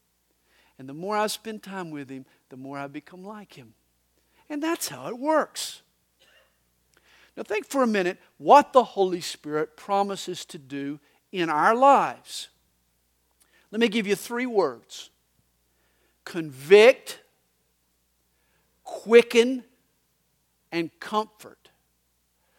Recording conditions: large echoing room